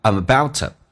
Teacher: I'm 有一个连音跟 about 的 a 形成连音